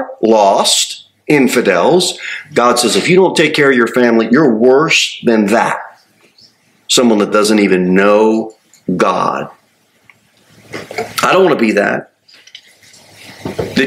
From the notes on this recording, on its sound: Sermon delivered at Pilgrim Baptist Church on Thursday, January 11, 2024, at 6-15 pm.